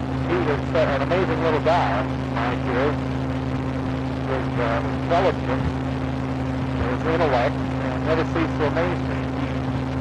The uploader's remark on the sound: Driving home from work. Poor audio quality.